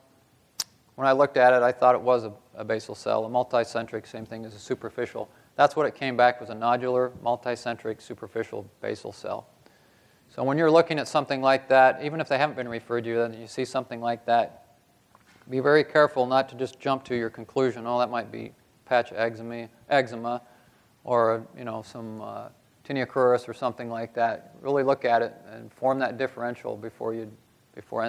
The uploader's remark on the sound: This podcast was recorded live at the 2014 SDPA conference in Indianapolis.